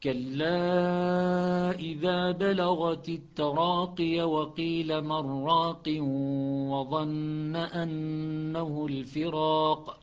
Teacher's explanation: إدغام النون بالراء إدغاما تاما بغير غنة